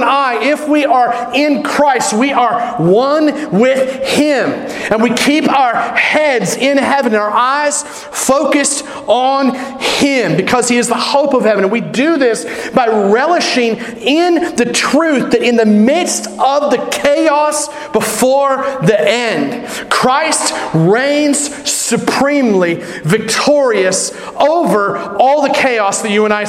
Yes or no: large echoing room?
yes